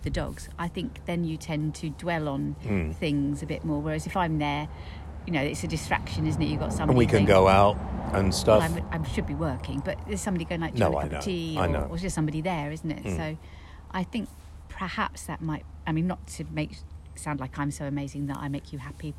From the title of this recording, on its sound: Outside broadcast